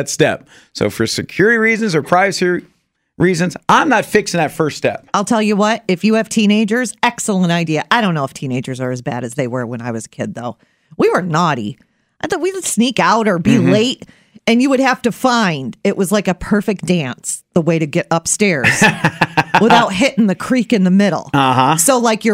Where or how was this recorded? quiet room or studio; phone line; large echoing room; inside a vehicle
quiet room or studio